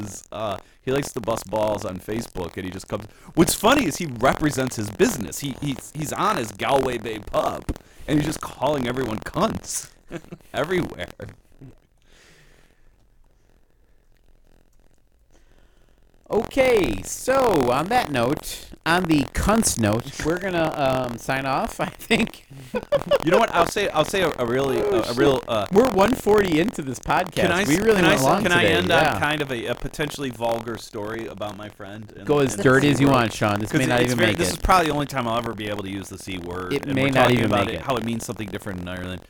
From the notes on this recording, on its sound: We experienced some minor difficulties with the audio tracks this week and spent too much time trying to fix them to no avail.